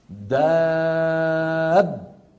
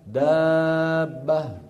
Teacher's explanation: بيان الباء الأولى وأنها خرجت بالتصادم · Shown in: first take